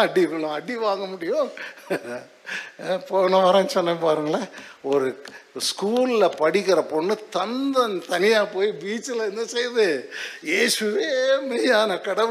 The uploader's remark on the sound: Sunday First Service Sermon Live